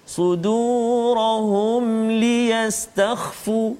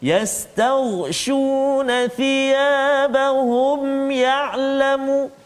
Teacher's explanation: maka bacaan kita kena jelaskan bacaan kita tak boleh dengung nama dia izhar syafawi